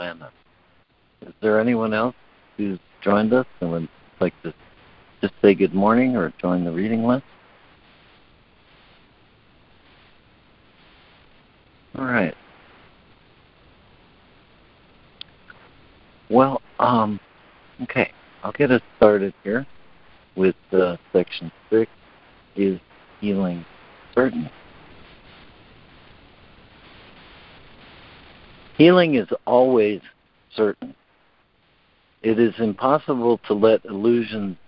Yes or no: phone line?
yes